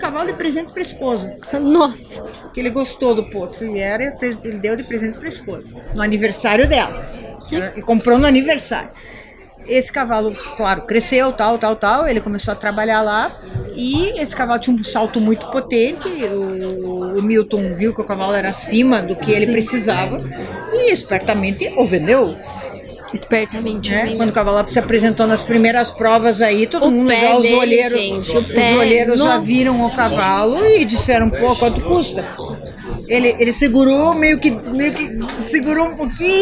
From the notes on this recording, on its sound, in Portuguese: Trazemos mais um episódio gravado durante o XVIII festival nacional do cavalo brasileiro de hipismo.